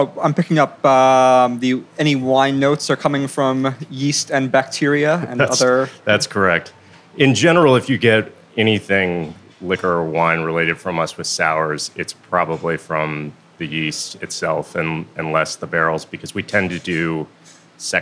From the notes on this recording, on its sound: The 2021 Battle of the Barrel-Aged Beers, one of the most popular events of the DC Brewers' Guild's annual DC Beer Week. Recorded live at the event!